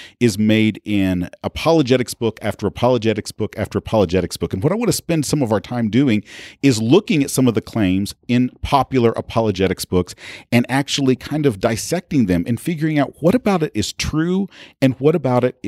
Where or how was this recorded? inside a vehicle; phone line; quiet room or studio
quiet room or studio